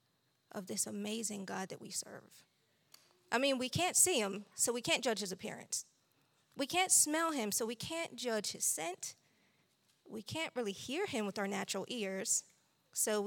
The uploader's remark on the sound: This JAT was recorded live on September 11th, 2022 at Newark United Pentecostal Church.